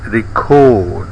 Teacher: If noun, say record with a stressed bed vowel and follow with bowl vowel. If verb, record with bit vowel and a stressed bowl vowel.